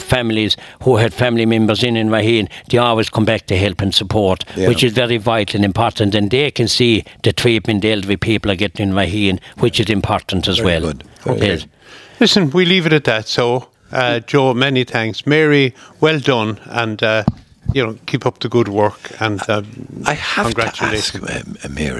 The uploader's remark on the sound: Broadcast live Bodyke Festival 2023